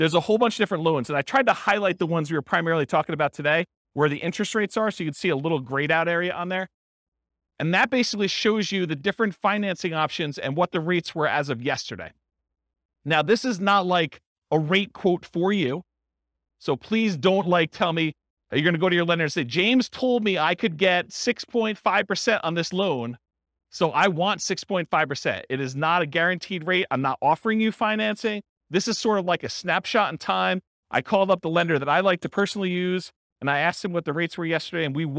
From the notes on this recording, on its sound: This was a live class recorded